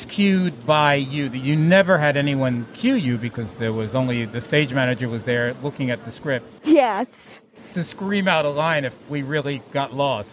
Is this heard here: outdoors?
yes